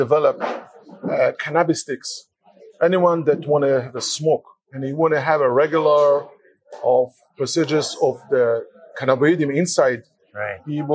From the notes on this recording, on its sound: our apologies for some of the spotty audio on this week's recording - we did our best within very noisy environments